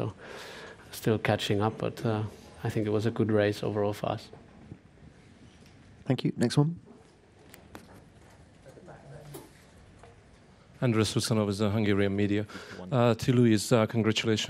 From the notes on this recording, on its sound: Canada Sunday Post-Race Press Conference